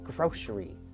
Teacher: grocery, G-R-O-C-E-R-Y, is pronounced like there's a sh in there. So it's grocery.